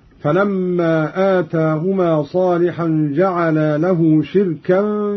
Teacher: قرأ قالون بكسر الشين وإسكان الراء وتنوين الكاف وترك الهمز هكذا: فلما آتاهما صالحا جعلا له شركا فيما آتاهما، وهو اسم مصدر بمعنى ذا شرك.